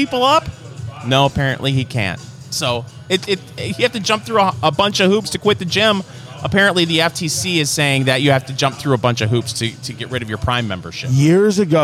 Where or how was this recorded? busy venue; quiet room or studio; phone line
busy venue